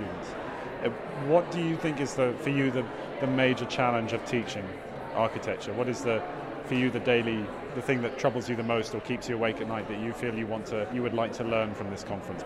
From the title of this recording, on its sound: live from day one of NCBDS 33